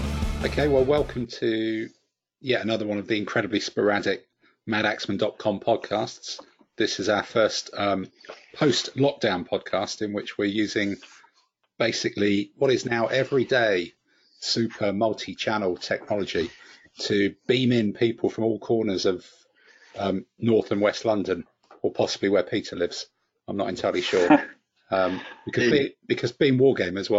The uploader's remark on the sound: wrestle with audio quality across a variety of supposedly professional-grade audio conferencing apps